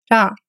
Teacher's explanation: В японском языке нет звука «л», но и звук «р» произносится очень мягко. Нечто среднее между «ла» и «ра».